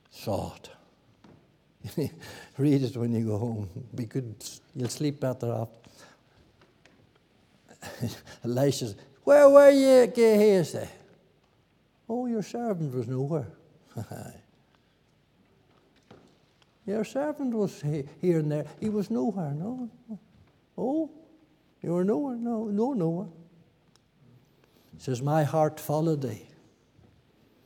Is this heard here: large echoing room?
yes